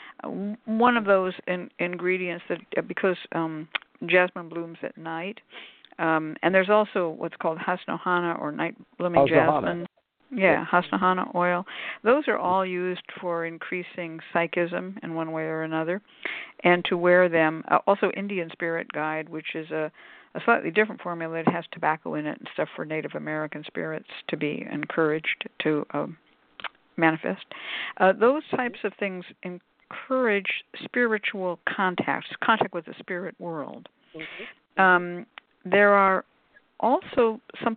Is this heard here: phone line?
yes